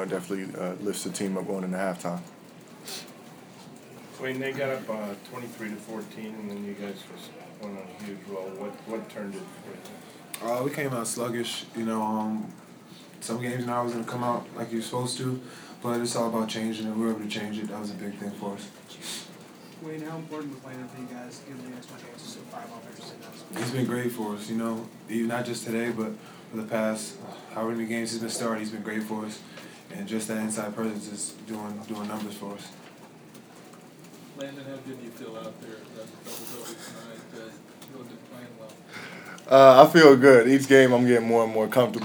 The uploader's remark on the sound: Press Conferences & Post-Game Interviews